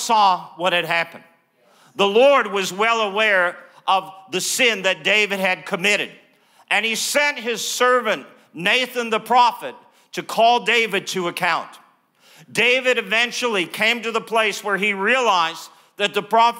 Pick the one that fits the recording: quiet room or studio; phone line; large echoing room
large echoing room